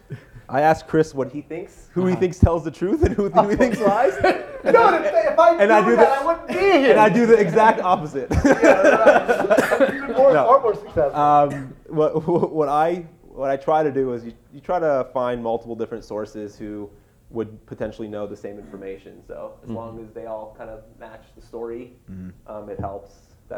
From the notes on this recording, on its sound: my live panel from the MicroCap Rodeo 2019 in Austin, TX